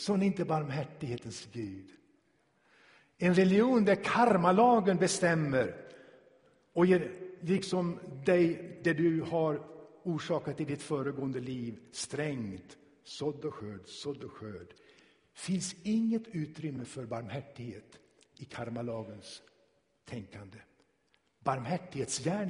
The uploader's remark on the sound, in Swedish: Inspelad i Tabernaklet i Göteborg 2017-01-29.